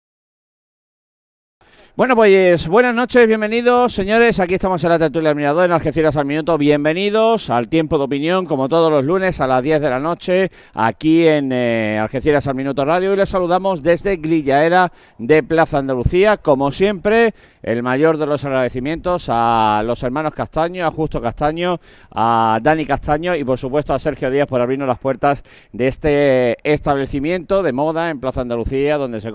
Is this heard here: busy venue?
yes